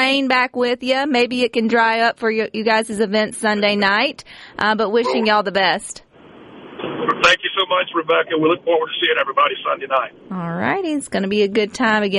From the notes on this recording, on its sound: joins the conversation by phone